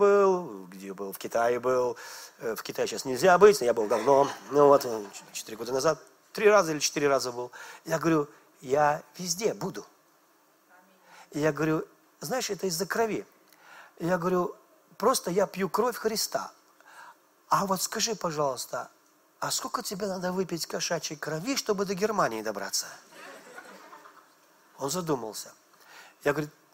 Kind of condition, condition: setting, large echoing room